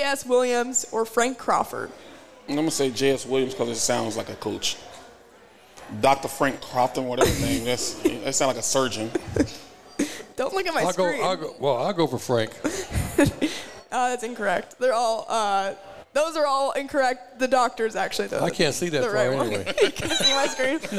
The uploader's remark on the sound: The Run Live at Hurrdat Sports Bar & Grill